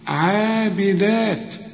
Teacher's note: شوف تائبات عابدات، شوف تائبات عابدات، ما تقولش تائبات، لا ما تغنش، علشان كل تنوين بعد عين ما تغنش، لأن العين من حروف الإظهار. عابدات في نهاية العين ألف كاملة، وفي نهاية الدال ألف كاملة، عشان تقول عابدات مدود قد بعض.